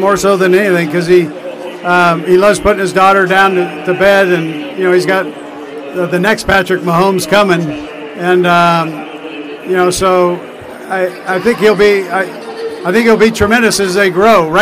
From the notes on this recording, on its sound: Super Bowl 57 Media Day. First Class Fatherhood was live from the Footprint Arena in Phoenix, Arizona.